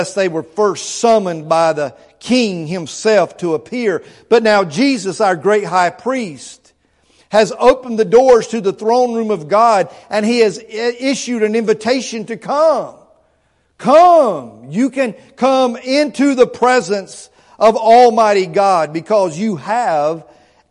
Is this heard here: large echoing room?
yes